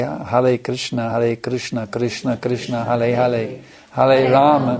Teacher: They say with an L instead of an R.